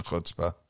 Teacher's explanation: it's more produced in the back of the throat like you're kind of sort of clearing out some phlegm. In phonics, the Yiddish CH sound is called an, quote, unvoiced dorsal velar non-sibilant fricative, unquote.